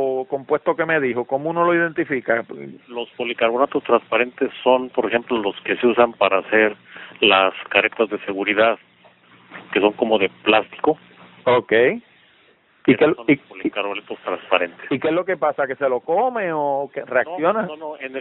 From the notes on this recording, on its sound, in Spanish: No por Skype sino por teléfono tradicional. Así que la calidad del audio no fue necesariamente a la que están acostumbrados los oyentes de Hablando De Tecnología.